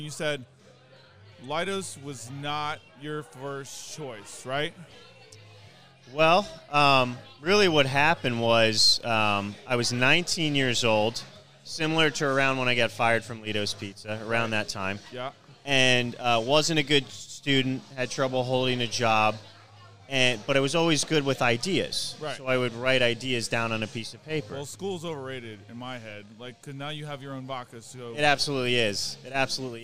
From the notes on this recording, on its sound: Live from The Acme Bar and Grill in Annapolis!